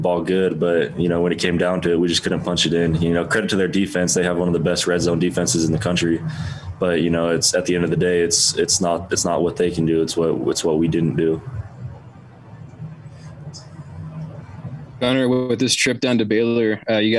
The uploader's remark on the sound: addressed the media Monday in his weekly press conference